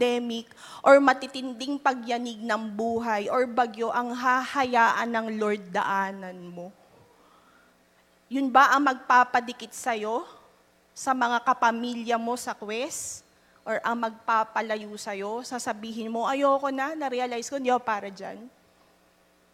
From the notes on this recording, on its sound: Live at Quest United 44th Anniversary